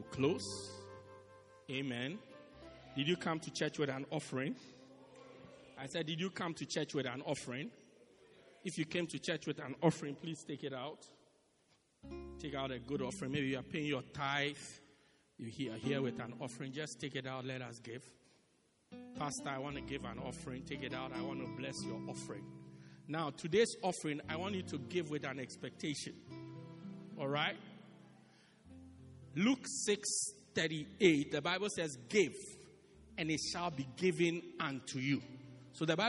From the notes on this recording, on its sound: Preached Christ Our Hope Cathedral, Pietermaritzburg-South Africa